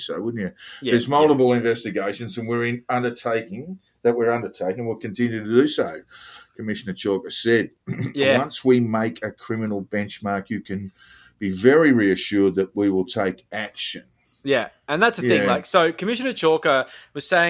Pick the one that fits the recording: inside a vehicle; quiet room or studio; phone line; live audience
quiet room or studio